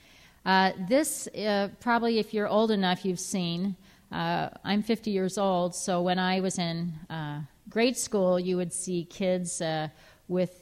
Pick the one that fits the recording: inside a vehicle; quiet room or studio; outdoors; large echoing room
large echoing room